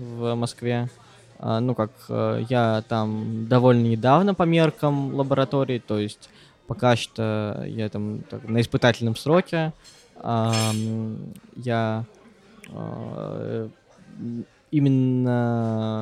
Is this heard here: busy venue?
yes